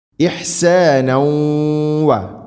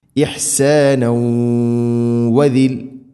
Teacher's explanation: ഇഹ്സാന, ഇഹ്സാനൗ വ, തൻവീന് ശേഷം വാവ്, ഇദ്ഗാം ബിഗുന്ന, തൻവീനിനെ വ എന്ന അക്ഷരത്തിലേക്ക് കൂട്ടി ലയിപ്പിച്ചു മണിച്ചുകൊണ്ട് ഉച്ചരിക്കണം. ഇഹ്സാനൗ വദിൽ, ഇങ്ങനെ, ഇതാണ് ഇദ്ഗാം ബിഗുന്ന.